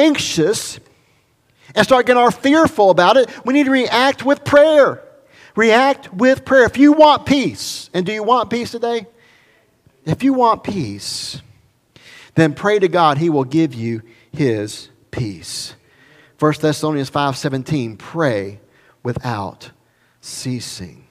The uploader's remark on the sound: recorded at Highland Baptist Church Molino, FL